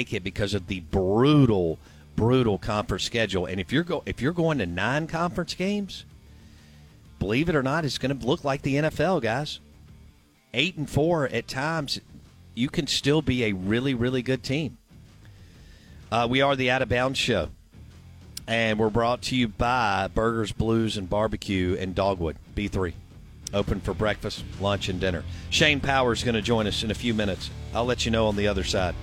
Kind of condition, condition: link, phone line